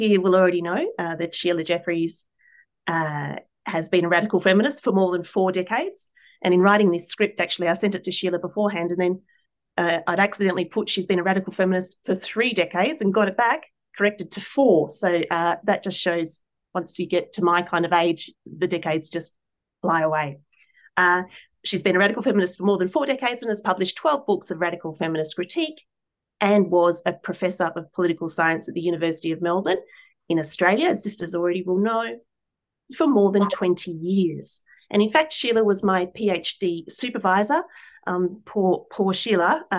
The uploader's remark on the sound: A live webinar